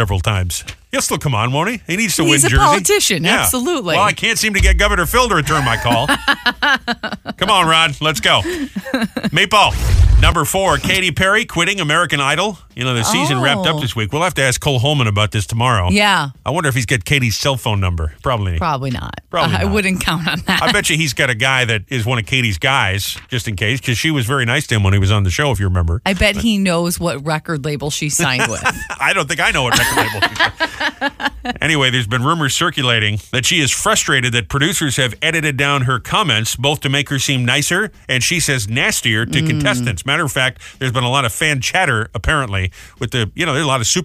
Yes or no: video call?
no